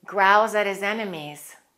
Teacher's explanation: And let's eliminate the H of his and let's say growls at his enemies.